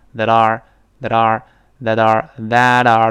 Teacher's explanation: 注意这个定语从句关系代词 that 跟后面那个 are 的连读和浊化。那我们刚才读成 thatare，thatare。本来这个 that，当然 T 是有吐，熟的别忘记啊 that，最后是个 t，它跟后面的 r 是元音开头的，自然连在一块儿都成 thatare， thatare。但读快之后呢，这个 t 会轻轻浊化成的，所以读快的时候舌尖一扁，读成 thatare， thatare，thatare，thatare， that